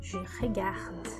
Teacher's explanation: O que eu digo é je regarde. D bem fraquinho no final.